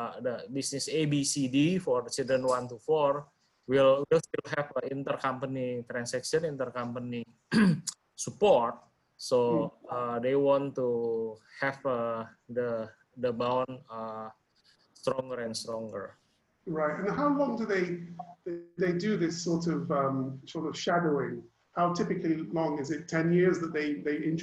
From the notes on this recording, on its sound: Webinar audio recording dated 2 Sep 2020.